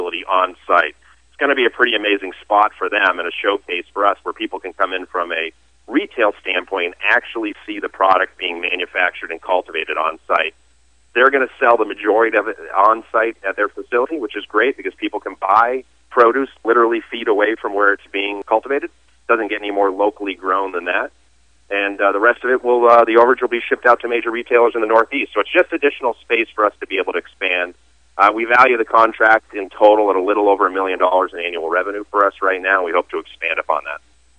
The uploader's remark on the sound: called into SmallCapVoice.